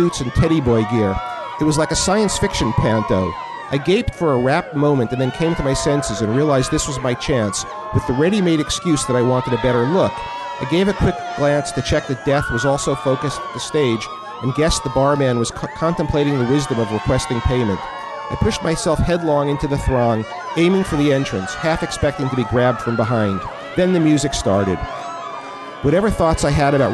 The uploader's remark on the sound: Recorded live at Hi-Fi Bar in New York, NY.